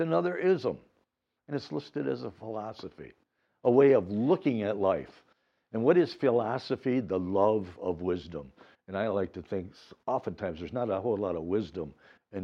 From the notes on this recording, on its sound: These Dharma talks were recorded at Muddy Water Zen Buddhist temple in Royal Oak, Michigan.